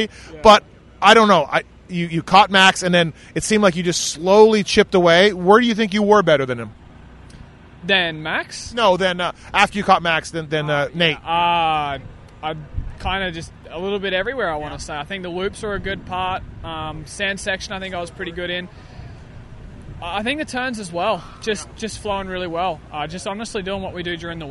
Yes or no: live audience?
no